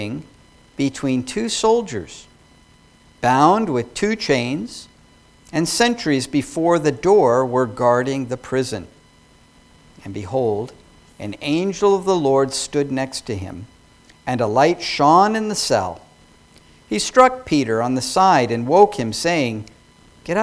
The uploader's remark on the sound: Sermon preached at New Creation Reformed Presbyterian Church on Jan.